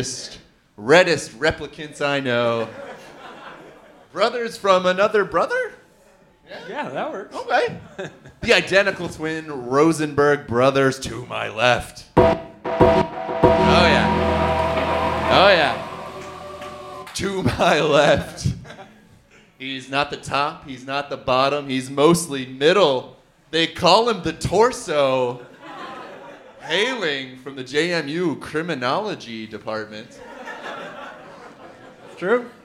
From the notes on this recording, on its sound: Live in Brooklyn